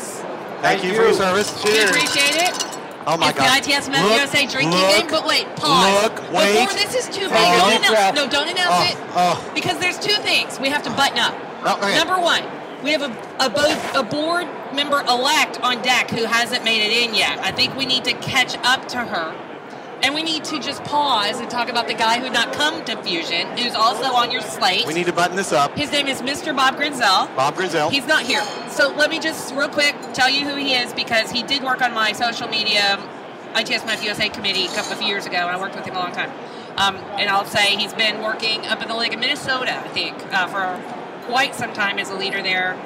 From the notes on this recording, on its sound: Podcast from Fusion 14 Expo Hall floor. Numerous guests passed by the booth to share the experience during this years Fusion 14 Conference at the Gaylord National in Washington DC.